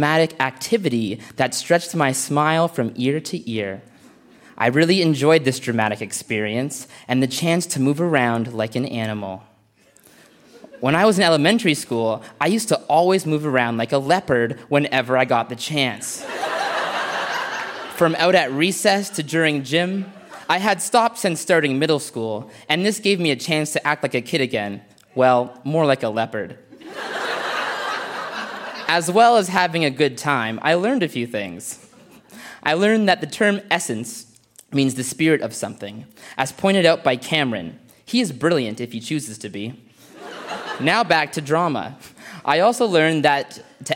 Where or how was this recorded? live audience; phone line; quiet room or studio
live audience